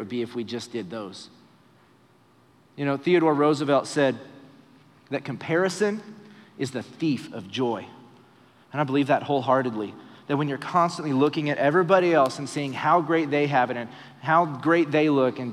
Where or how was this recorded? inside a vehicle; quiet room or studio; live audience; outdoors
live audience